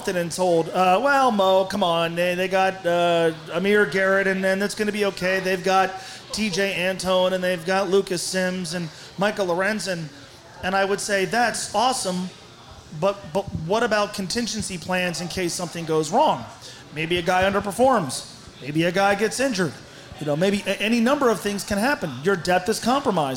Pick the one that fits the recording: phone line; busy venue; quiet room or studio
busy venue